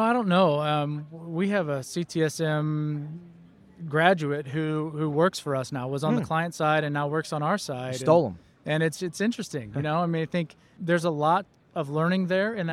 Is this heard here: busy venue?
yes